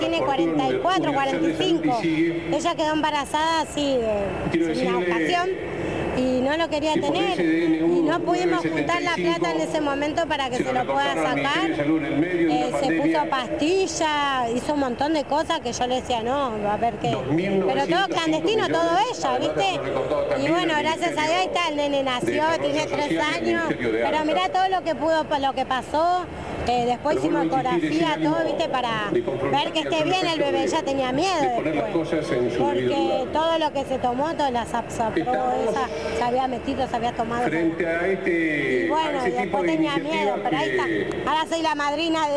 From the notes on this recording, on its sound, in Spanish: Los paisajes sonoros fueron grabados en las calles de Buenos Aires el 10 y 29 de diciembre del 2020.